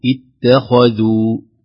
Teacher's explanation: على سبيل المثال، أم اتخذوا، نقول اتخذوا، هنا التاء مرققة والخاء مفخمة، لا نقول اتخذوا ولا نقول اتخذوا، لا تؤثر التاء على الخاء فترققها اتخذوا كده، ولا نقول اتخذوا نفخم التاء التاء، لا اتخذوا، إذا تحتاج إلى عناية وتدريب لتخليص المرقق من المفخم.